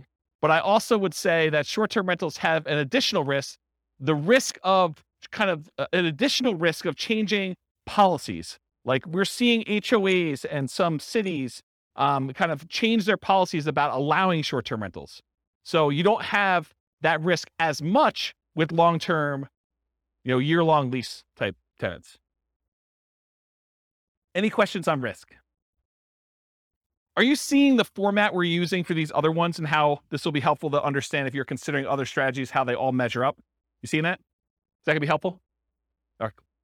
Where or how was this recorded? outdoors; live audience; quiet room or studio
live audience